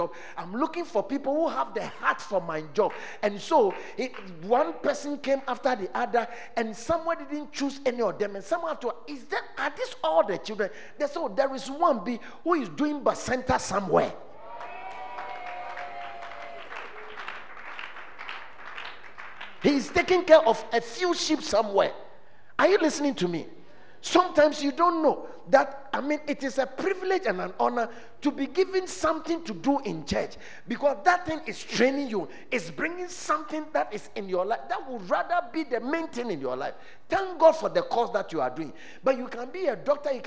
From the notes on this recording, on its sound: at The Fountain of Life Cathedral, The Presence Service